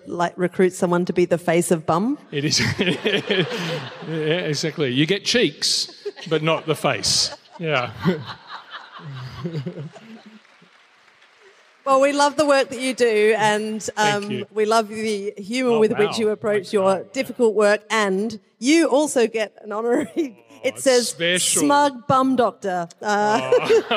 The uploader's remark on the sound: Just a few kilometres from the hallowed MCG, and in front of a live audience of 2400 people. Recorded live in Melbourne.